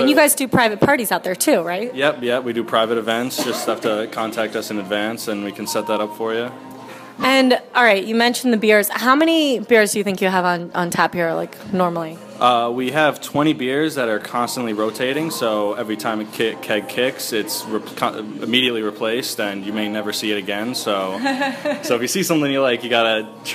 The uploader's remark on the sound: Recording from Ambulance Brew House in Nanuet